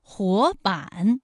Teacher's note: 第一个字是二声，第二个字是三声